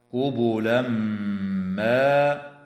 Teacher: ويدغم في الميم مع الغنة في قوله تعالى قبلا ما